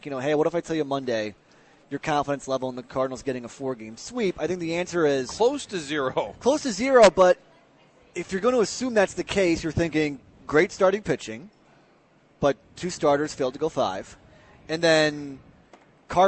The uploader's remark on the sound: broadcasting live from Schnucks in O'Fallon